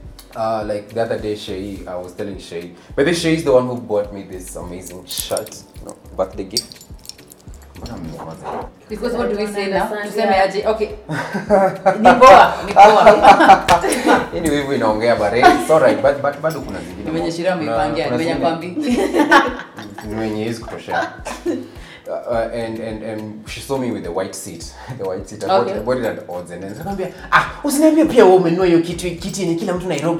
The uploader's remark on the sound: I would like to also apologize for the microphone movements and the inconvenience caused